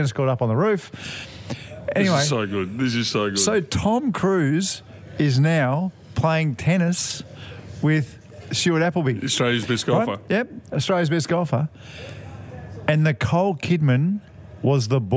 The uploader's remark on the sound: Live from the Railway Hotel today. The Railway Hotel is near a railway line.